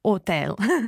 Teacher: just watch with hotel in Italian, you don't have to pronounce the H, so it's hotel.